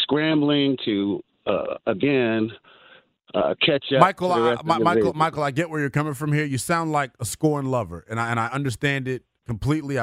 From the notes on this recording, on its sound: the phones lite up to talk about this issue